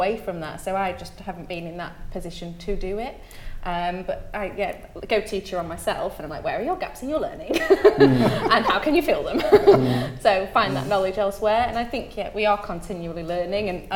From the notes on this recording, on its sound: Recorded in front of a live audience at Design Central South West in Blagdon, Somerset.